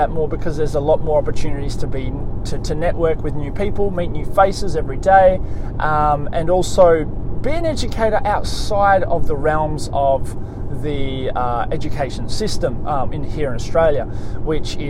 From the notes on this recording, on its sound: On this episode I am in the car.